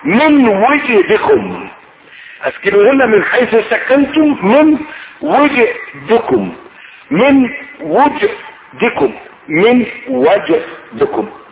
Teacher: الواو مثلثة، فتح والكسر والضم، ثلاث لغات وثلاث قراءات